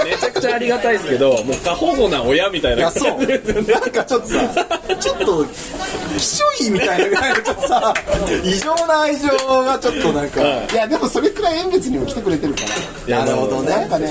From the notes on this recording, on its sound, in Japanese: 上川町に新しくオープンしたKINUBARICOFFEEROASTERSのアフターパーティにてパーソナリティ３人が揃ったのでオフライン収録！ガヤガヤと賑やかな会場の様子を合わせてお聞きください。